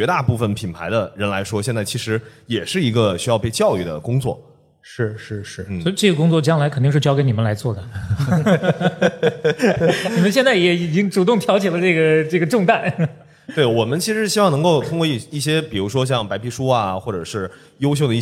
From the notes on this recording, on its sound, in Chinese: 本期节目是在刚刚过去的2023年CPA中文播客节创作者日活动的一场live录制。下面就让我们进入这期线下录制的精彩节目吧！